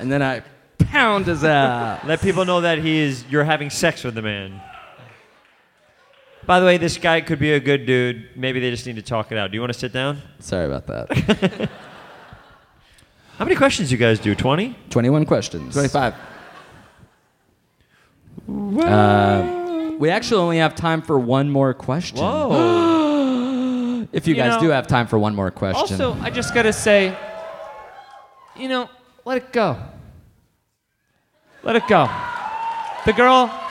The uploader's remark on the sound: Live from Thalia Hall in Chicago. HeadGum Live.